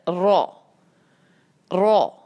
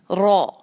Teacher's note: اندر سے زبان تھوڑی سی گہری ہوتی ہے، اس کی وجہ سے پھر آواز وہاں پر گونجتی ہے اور آواز پھر بھاری محسوس ہوتی ہے